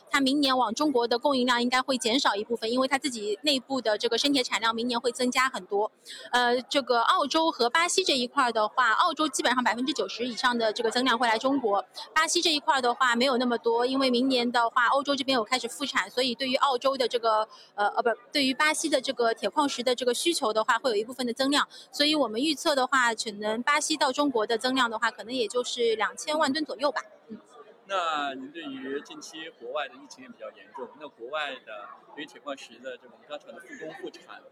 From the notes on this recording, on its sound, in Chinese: 今天是我的钢铁网的年会的同期会议专场，今天的会议现场宾客满满。下面来看看我们前线的记者发来的现场专场。